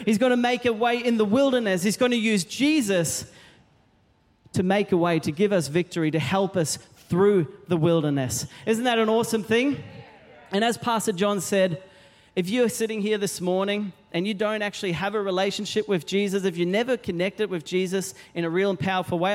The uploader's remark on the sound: Recorded during our 9am service on Sunday, the 24th of September 2023.